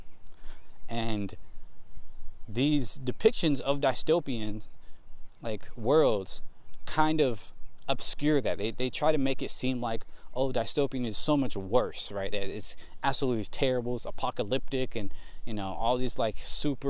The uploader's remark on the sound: Today I just walk and talk